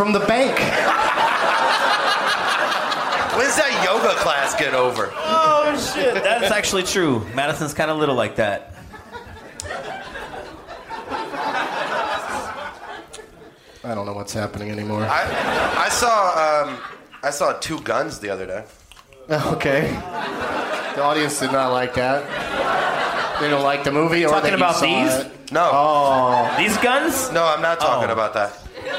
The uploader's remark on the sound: Live from the Comedy Club on State in Madison, WI